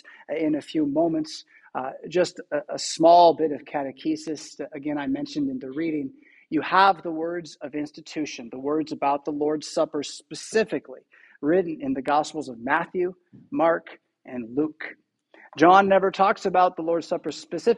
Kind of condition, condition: setting, large echoing room